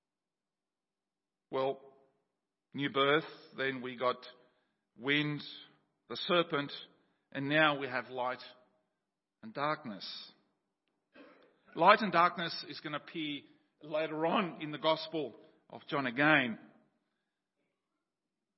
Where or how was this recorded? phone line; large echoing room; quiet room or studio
large echoing room